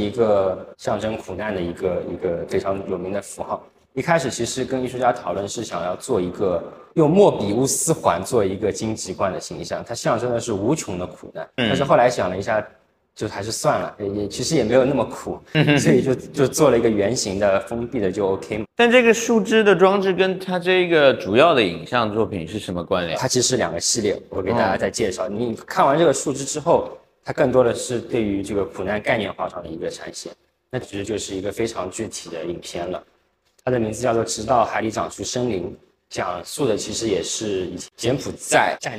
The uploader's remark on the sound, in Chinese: 艺术家群展「苦地宣言」现场导览